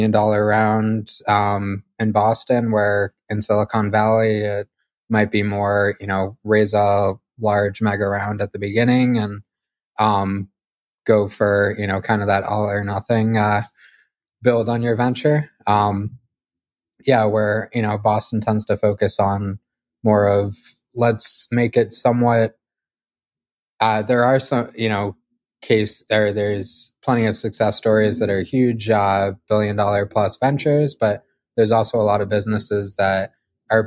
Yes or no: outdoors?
no